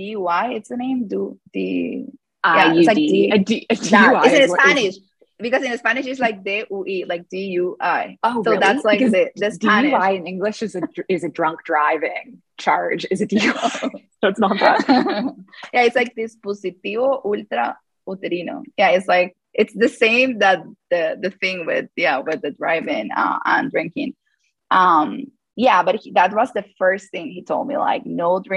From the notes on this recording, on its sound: In this live call